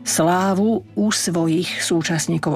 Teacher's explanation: Pozor, aby nám tie dve u zazneli.